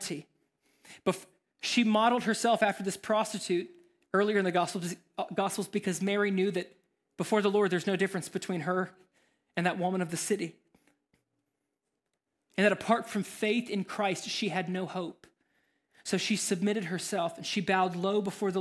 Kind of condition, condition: setting, large echoing room